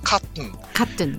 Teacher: T が鼻で破裂してカットンとやるんですけども